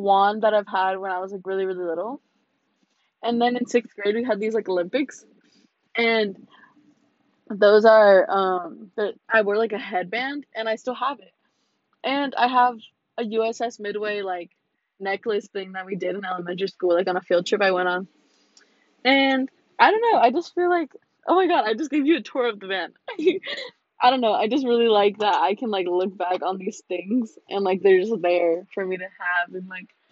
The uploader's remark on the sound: Im literally just talking about the inside if a car also the audio is bad.